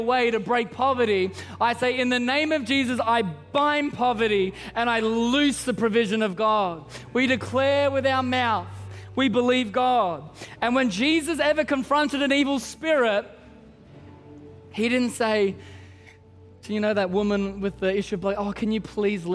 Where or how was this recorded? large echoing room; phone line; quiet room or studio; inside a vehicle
large echoing room